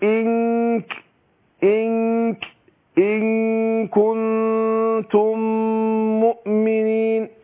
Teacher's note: شوف اخفاء النون عند الكاف